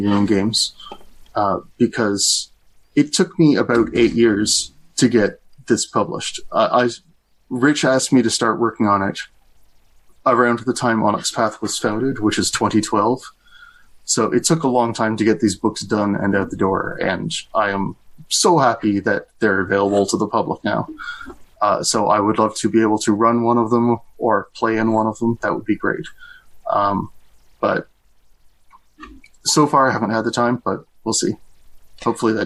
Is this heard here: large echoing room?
no